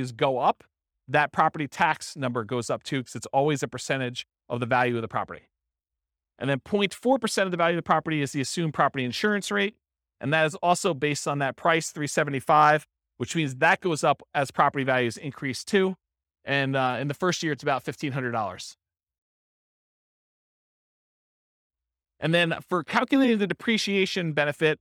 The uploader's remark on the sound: This was a live class recorded.